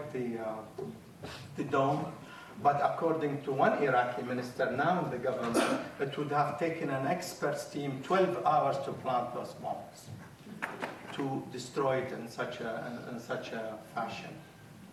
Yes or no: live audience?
yes